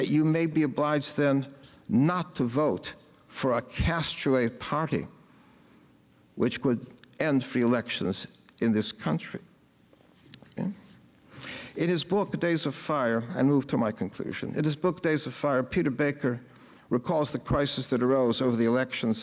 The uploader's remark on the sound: gave the keynote address at The Institute of World Politics Commencement on May 20, 2017.